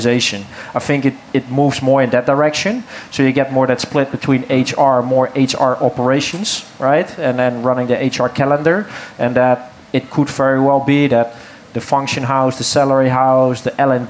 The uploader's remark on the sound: Live at RecFest